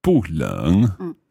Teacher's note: So you had 不热, it's not hot, because that's a second tone into a fourth tone, 不热. But when you're using 冷, which is the third tone, then the 不 stays as a fourth tone